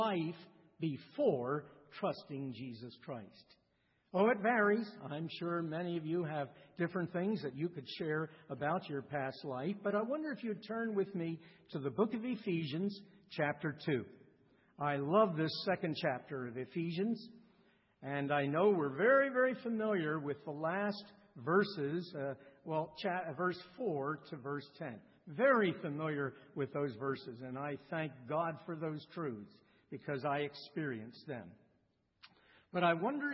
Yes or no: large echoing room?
yes